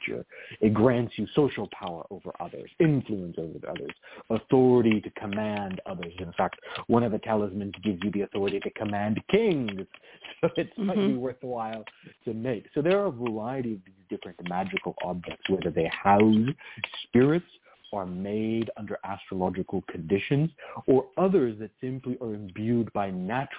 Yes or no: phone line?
yes